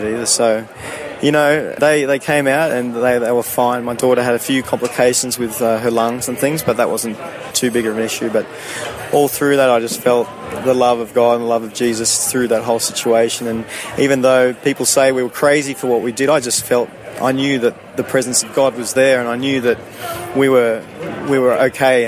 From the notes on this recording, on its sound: on location at a Christian music festival